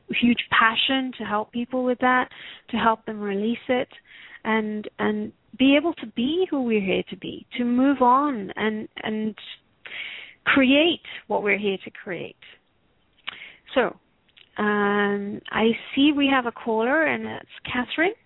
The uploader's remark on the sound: Takes your calls for healing live today!